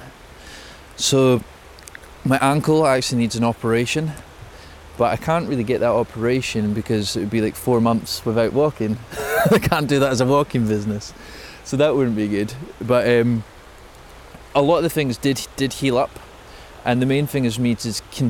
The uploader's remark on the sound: take a walk and talk through Reelig Glen